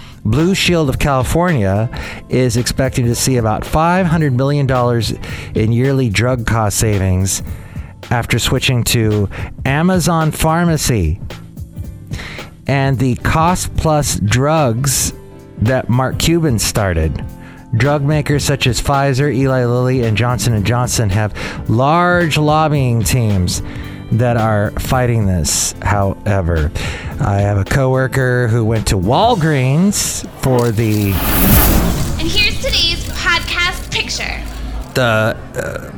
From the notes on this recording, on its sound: podcasts live from Café Anyway